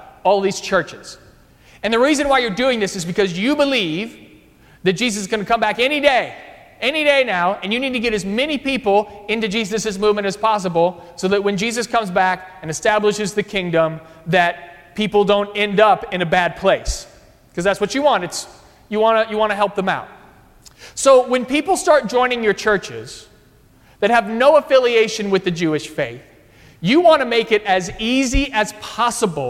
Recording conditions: large echoing room